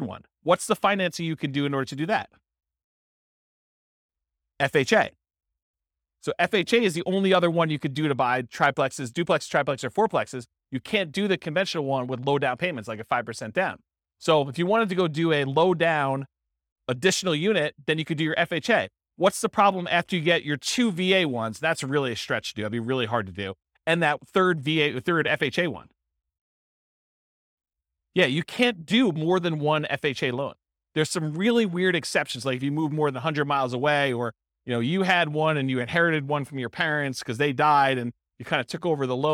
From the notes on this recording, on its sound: This was a live class recorded